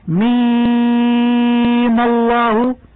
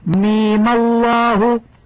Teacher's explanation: ويجوز فيها لجميع القراء المد الطويل ست حركات نظرا للأصل · Shown in: first take · هكذا ميم الله، والمد القصير حركتين اعتدادا بالفتحة العارضة ميم الله.